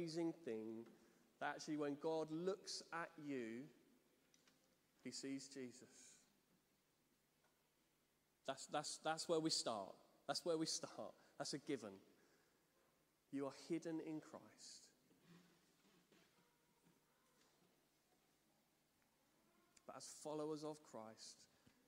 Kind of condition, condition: setting, large echoing room